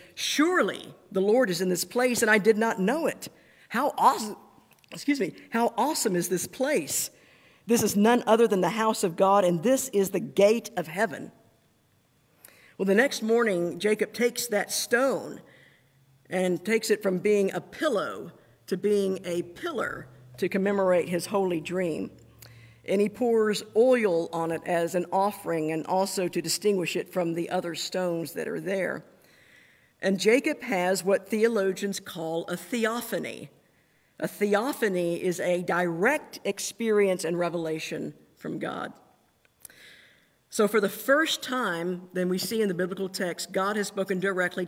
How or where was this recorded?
large echoing room